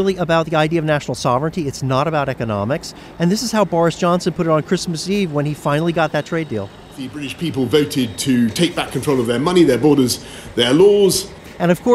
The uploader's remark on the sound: Reports on mixed views about the new deal from a highway outside the Port of Dover along the English Channel, where truckers are trying to cross the border before rules change in the new year.